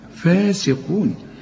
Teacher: القاف ثالث درجة في درجات التفخيم، إنما السين مرققة قوي